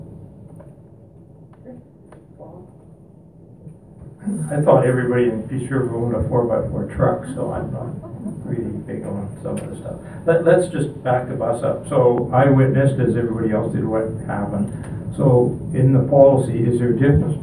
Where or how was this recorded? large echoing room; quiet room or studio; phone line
large echoing room